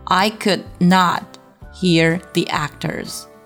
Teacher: could 和 not 的尾音 d 和 t 都要做失爆处理啊